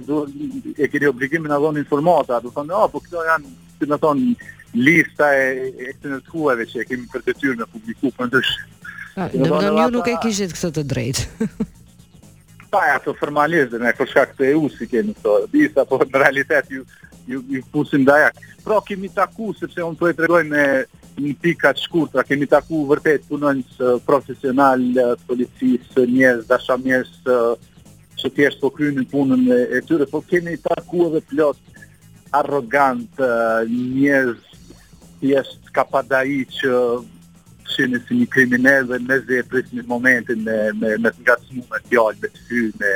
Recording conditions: phone line